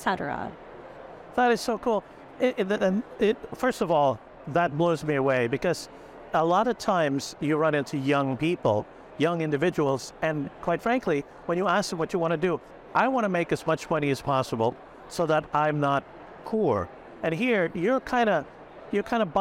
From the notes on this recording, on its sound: live from the Hinman Dental Meeting